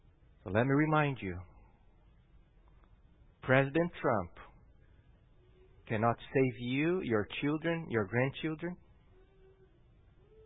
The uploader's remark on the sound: At Gracious Cross Reformed Church Salem on Sunday, November 1st, 2020.